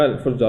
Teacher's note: فتحة الجيم أميلت إلى الكسرة وألف الجيم المد أميل إلى الياء · Term: الإمالة